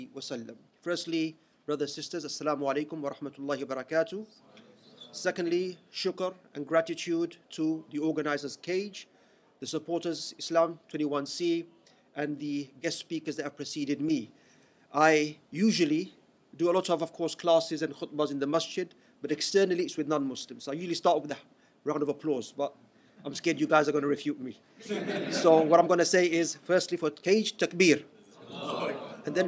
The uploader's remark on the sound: Whole event recording